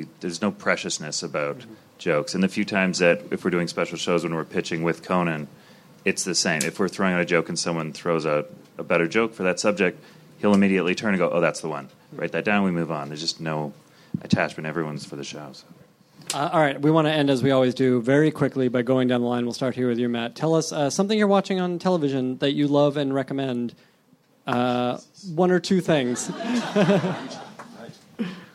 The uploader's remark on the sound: At the Nerdist Theater at Meltdown Comics.